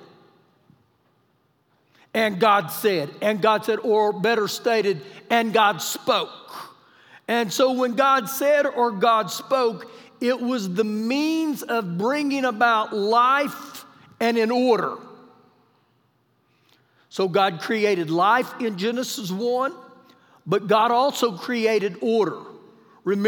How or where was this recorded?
large echoing room